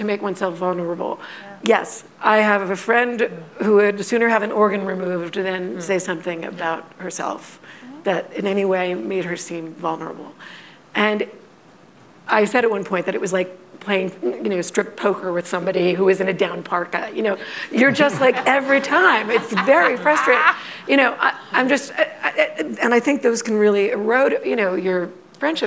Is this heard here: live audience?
yes